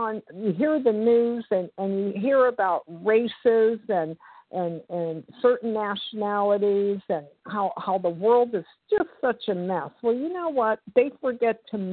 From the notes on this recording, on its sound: from the 100 Pounders Phone Meeting, 3/14/23